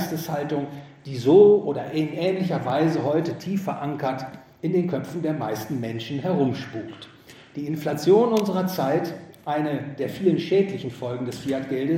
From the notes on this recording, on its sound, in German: Gehalten auf dem GVS Finanzkongress. In Wien.